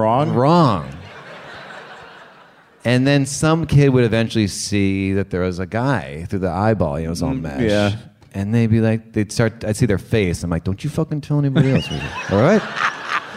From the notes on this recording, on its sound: Live from Bumbershoot 2013 in Seattle